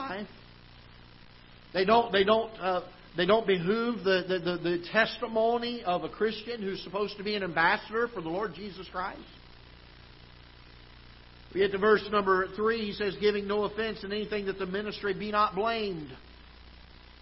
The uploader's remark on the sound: Ketha Heights Baptist Church ~ Live Broadcast